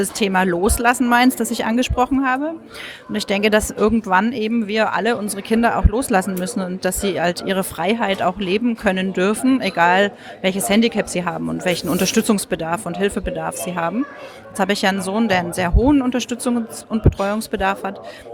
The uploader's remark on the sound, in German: Bericht von 3. Leipziger Autismustag. Ich hatte gestern auch ein Aufnahmegerät dabei und konnte so mit ein paar Leute reden.